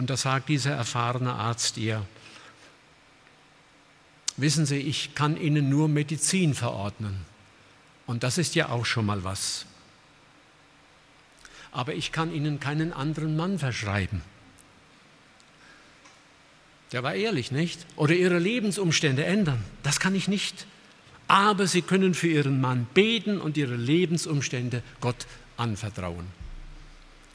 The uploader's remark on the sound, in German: aus dem Gottesdienst der Liebenzeller Mission